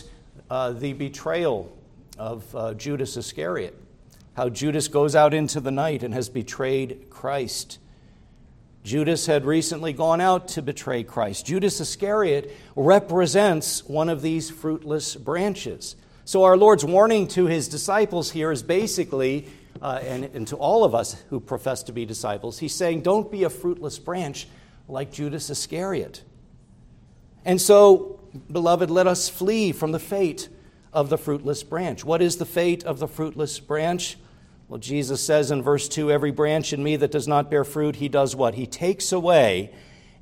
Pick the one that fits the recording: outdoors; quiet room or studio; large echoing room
large echoing room